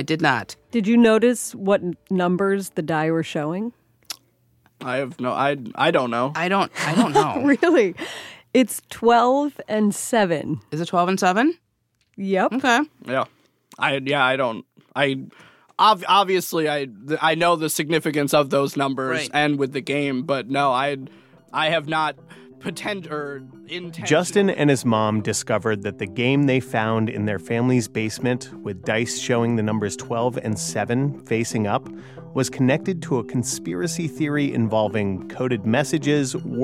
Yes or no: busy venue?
no